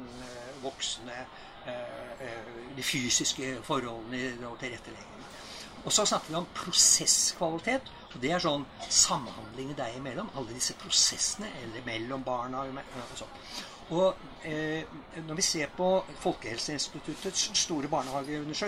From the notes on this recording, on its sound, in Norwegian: tatt opp under Arendalsuka